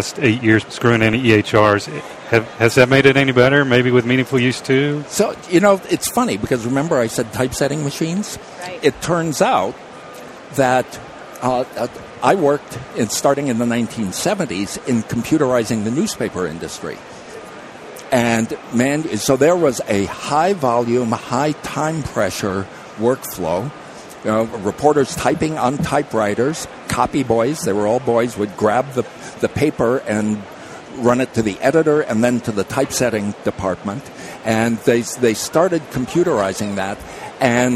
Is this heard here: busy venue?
yes